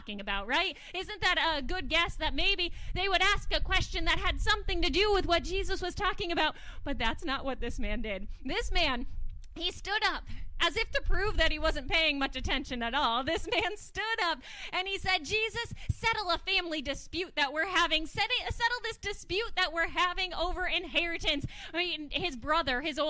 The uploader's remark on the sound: Audio from part of the outdoor service on July 31st. Zion United Church of Christ.